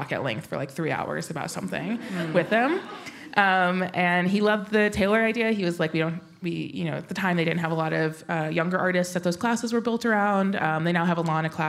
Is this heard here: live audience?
yes